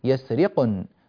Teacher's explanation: نعطي القاف قدرها وحقها من القلقلة ونعطي النون زمنها من السكون